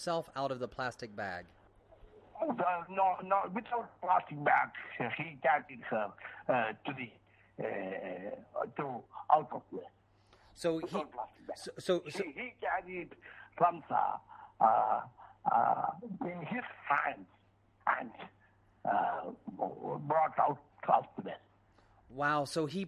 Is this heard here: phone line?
yes